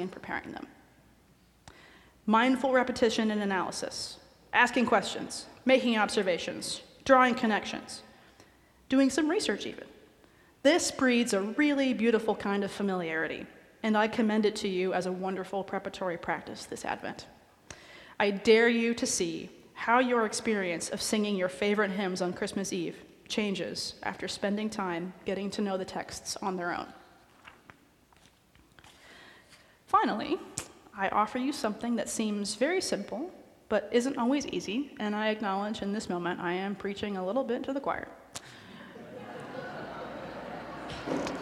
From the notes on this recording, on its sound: recorded live at the 10:00am service on Sunday, December 10, 2023.